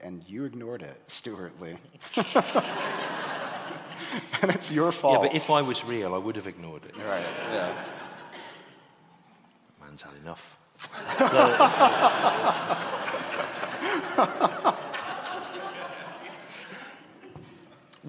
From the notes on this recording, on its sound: Recorded live in London in April 2019.